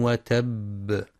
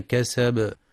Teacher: ينتبه القارئ لقلقلة الباء في كلمة وتب كسب لهب